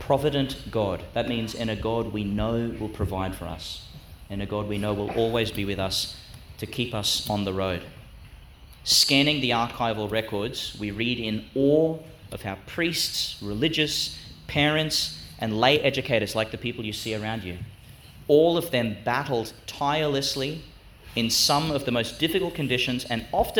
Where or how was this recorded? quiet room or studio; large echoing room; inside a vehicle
large echoing room